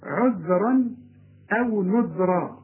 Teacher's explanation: طلع لسانك في الذال الاولى والذال الثانية